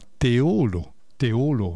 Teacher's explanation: la pronuncia corretta di Teolo, comune in provincia di Padova, è Teolo con l'accento che cade sulla O chiusa, ovvero sulla penultima sillaba